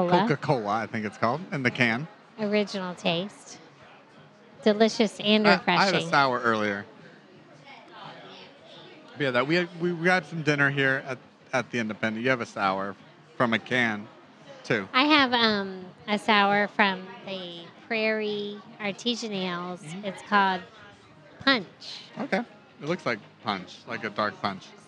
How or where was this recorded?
busy venue